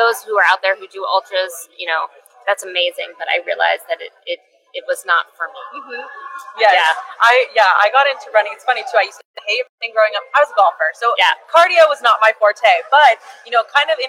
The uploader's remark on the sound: live at the Dermveda Integrative Skin Care Wellness Fair from the Sheraton Grand Sacramento